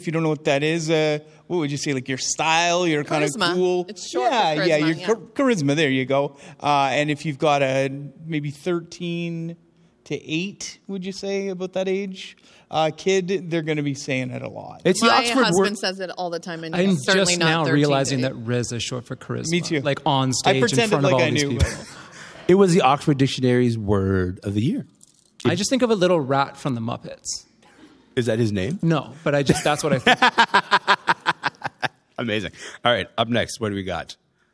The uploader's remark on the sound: Recorded in front of a live audience in Toronto's Glenn Gould Studio as part of the CBC's annual food drive, Sounds of the Season.